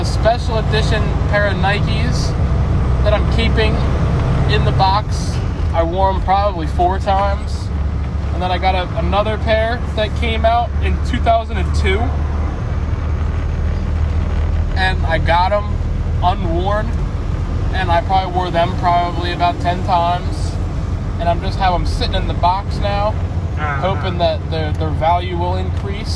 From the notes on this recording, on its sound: Hangin and bangin up in the truck